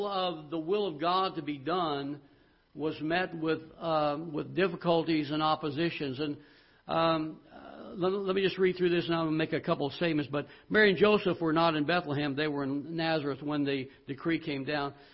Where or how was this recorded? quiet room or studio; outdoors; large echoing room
large echoing room